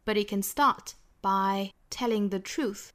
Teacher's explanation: but it can start,哒哒哒哒，我们这样的节奏。But it can start by telling the truth,哒哒哒哒，也是最后的 truth 做一个重读